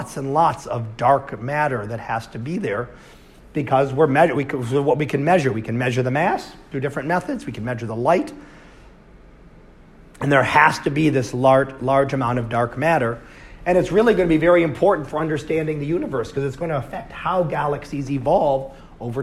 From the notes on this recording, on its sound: Live Class Lecture.